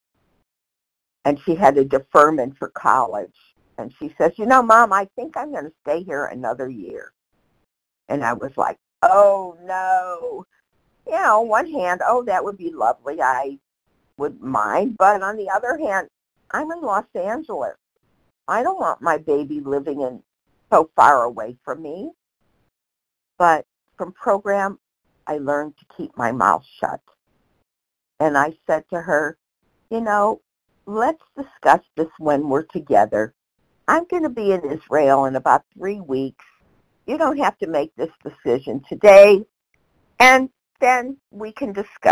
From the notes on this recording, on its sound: 100 Pounders Phone Meeting